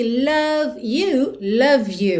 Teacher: Lembra que o é final de love não é pronunciado, então você já junta o V no you.